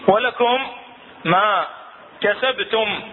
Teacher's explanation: عندنا ميم ساكنه وراها ميم متحركه مماثله راح يصير عندنا ميم ميمة واحدة مشددة مع الغنة